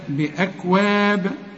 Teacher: الكاف دي من حروف الهمس نهمس فيها انما لا تقلقل